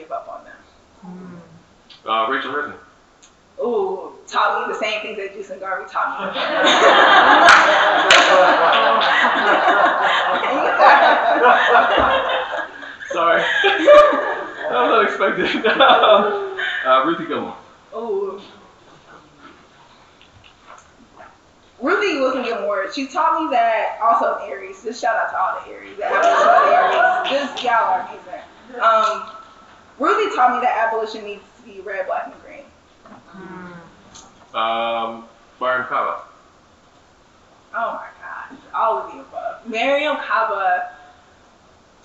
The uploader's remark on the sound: session recorded at Socialism 2022